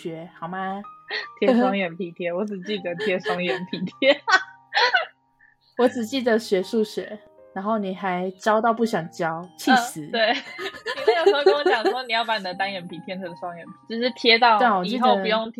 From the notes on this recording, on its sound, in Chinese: 這集在錄製時有許多吵雜背景音